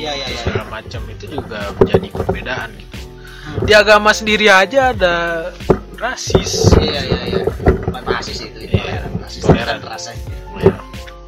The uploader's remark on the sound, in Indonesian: Mohon maaf guys klo banyak suara, karena kita rekaman di atas kapal pesiar terus geludug (Bonus Suara Lumba-Lumba).